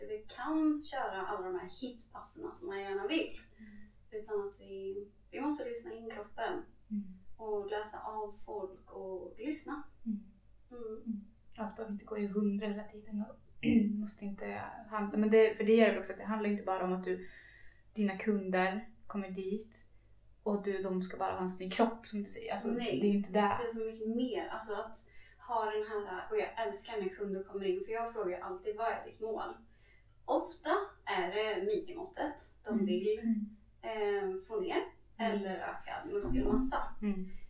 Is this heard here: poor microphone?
yes